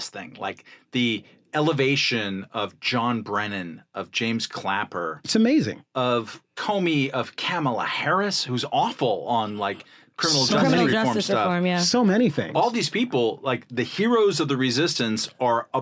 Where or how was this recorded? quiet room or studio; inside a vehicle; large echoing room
quiet room or studio